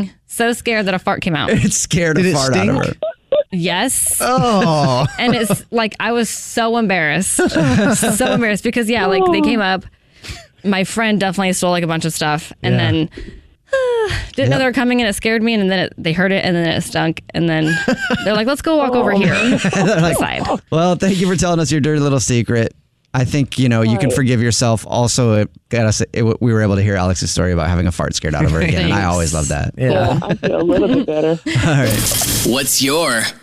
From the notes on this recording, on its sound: on the phone